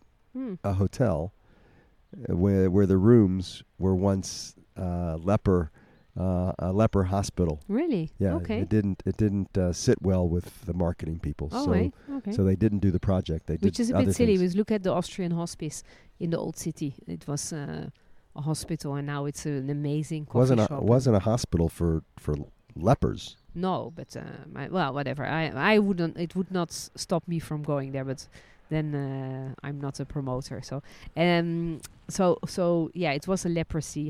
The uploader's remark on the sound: This week we record from the beautiful gardens of "Beit Hansen". Today, it has been transformed into a walled oasis in the Talbiye neighborhood of Jerusalem with an organic farm restaurant, tapas bar and academy of art.